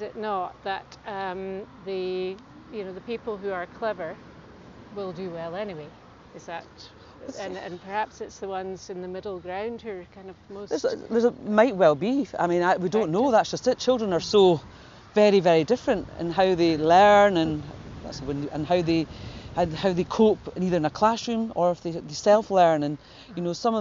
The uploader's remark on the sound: we took a short walk outside the parliament building on a lovely sunny morning